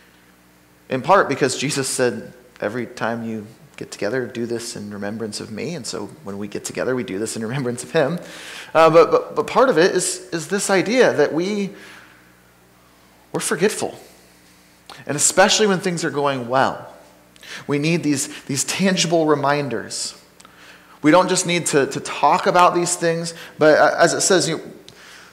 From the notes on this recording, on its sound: Sermon from Ninth Street Christian Church